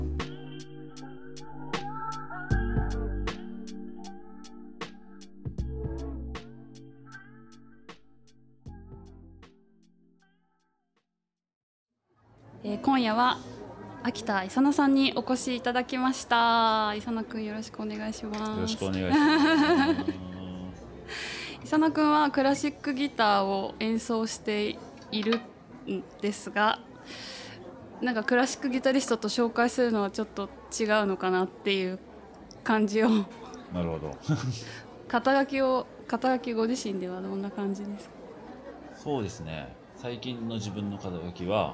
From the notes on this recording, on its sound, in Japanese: 収録は東京・代々木八幡のリトルナップコーヒーにて。